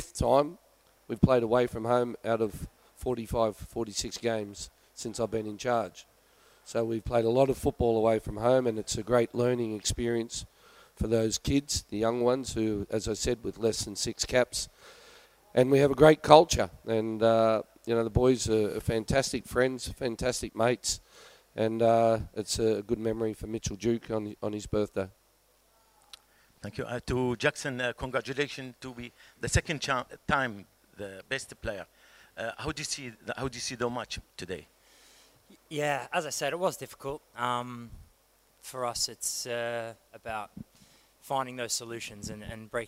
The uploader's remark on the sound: Post-Match Press Conference. Speak to media following the Subway Socceroos 1-0 win over Syria.